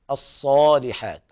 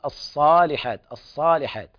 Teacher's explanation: والصاد يبين فيها الصفير والهمس، وهي حرف مستعلي مطبق · Shown in: first take · الصالحات، وهنا أعلى درجة في التفخيم، لأن الصاد مفتوحة وبعدها ألف تأخذ المرتبة الأولى في التفخيم الصالحات، بخلاف من يقرأ لحنا الصالحات الصالحات فيفتح الفك، والصاد هنا تكون مشربة بالسين، وهذا لحن خفي.